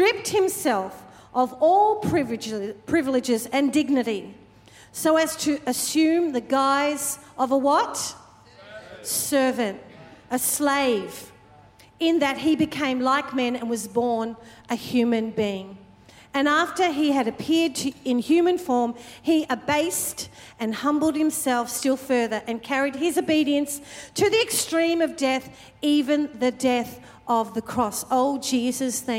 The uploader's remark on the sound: Recorded during our 5pm service on Sunday, the 17th of September 2023.